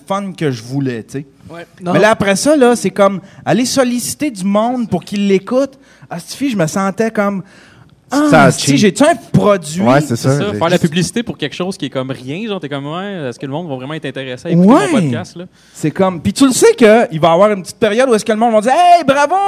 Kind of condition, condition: setting, busy venue